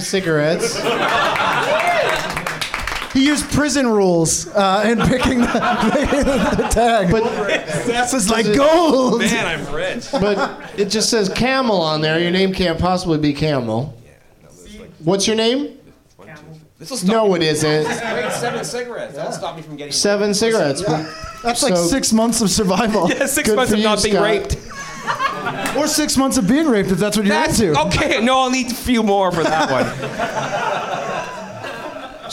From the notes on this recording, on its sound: Live from the NerdMelt Showroom in LA.